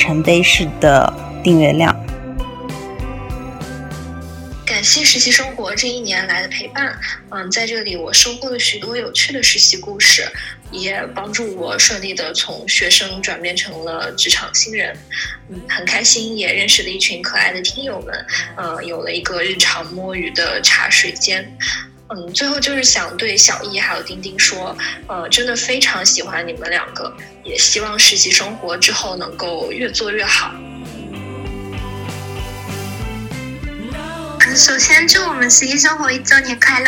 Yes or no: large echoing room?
no